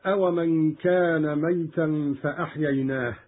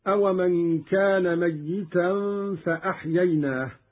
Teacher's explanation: قرأ قالون بتشديد الياء هكذا · Shown in: second take · : أومن كان ميتا فأحييناه.